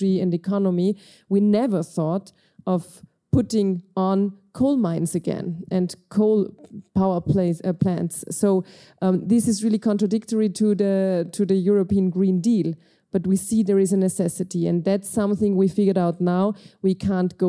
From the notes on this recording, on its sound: Live from the European Forum Alpbach. Recorded in front of a live audience at the European Forum Alpbach in Austria.